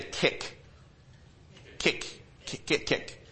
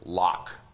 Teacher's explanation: Okay, when you do your laryngeal with the back of your tongue, when you say kick, it's more toward the front of your mouth, and when you say lock, it's further back